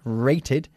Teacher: ¿Por qué pronunciamos la E final del verbo to rate en el pasado? Porque acaba en el sonido de una T, el verbo.